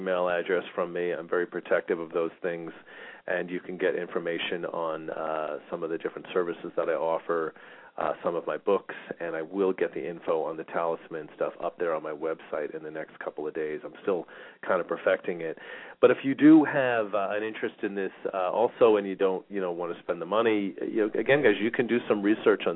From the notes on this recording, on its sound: Callers may call in 15-20 minutes into the live show with questions or comments and 5 minute mini navigational consultations. We will open up the phone lines early today for questions and comments.